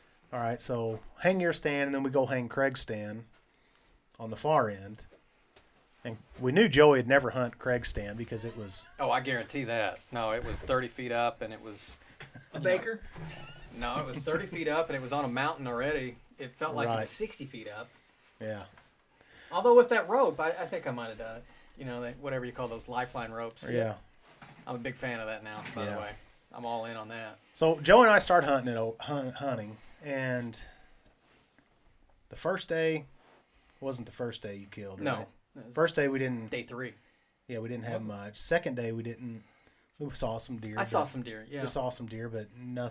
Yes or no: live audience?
no